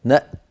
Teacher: وقفت ما ننسخ من آية أو ننسها نأت، نعم هي هكذا يقف عليها، نأت بهمزة ساكنة يتلوها تاء شديدة مهموسة